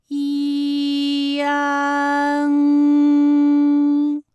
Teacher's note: 后软腭下降。逐渐增强鼻音色彩，舌尖迅速移到上齿龈，最后抵住上齿龈